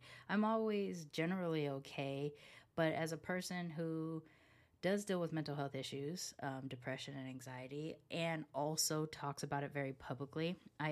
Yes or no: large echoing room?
no